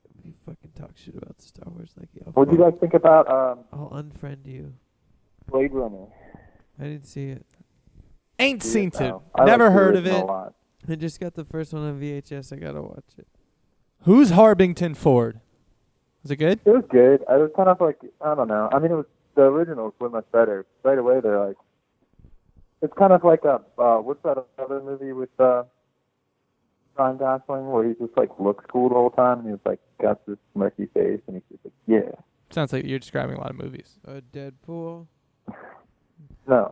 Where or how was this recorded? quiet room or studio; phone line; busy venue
phone line